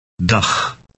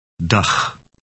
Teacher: It ends with a ch sound that resembles the Scottish word loch, but softer.